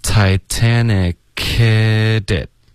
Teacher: 两个连发的时候呢，你就听不到这个 h 的音了 · Term: 连读